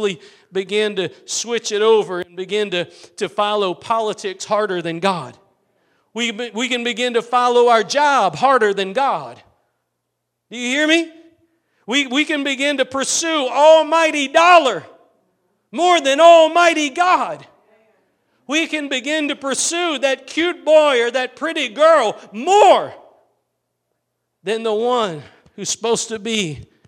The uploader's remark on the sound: Preached at Gospel Lighthouse in Bossier City, La.